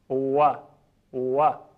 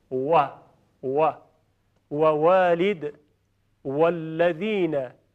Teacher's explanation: بین دو لب، یعنی لبها گرد میشه، جمع میشه و حرف واو تلفظ میشه